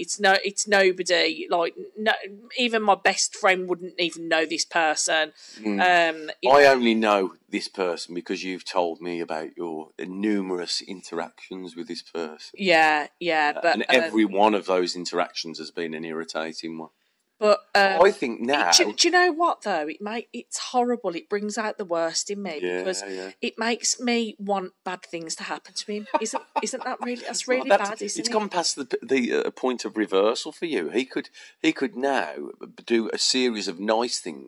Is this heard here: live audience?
no